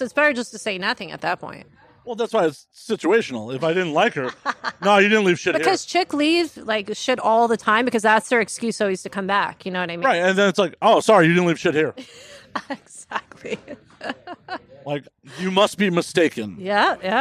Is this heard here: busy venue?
yes